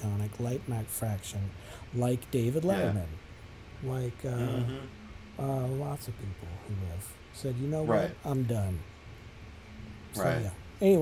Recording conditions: sounds in the background